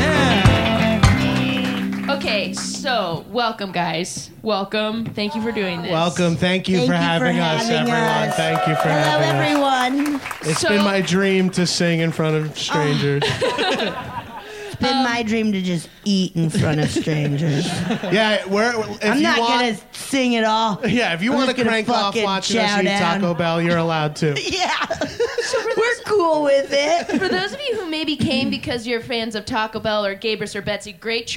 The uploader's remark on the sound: listening to this live show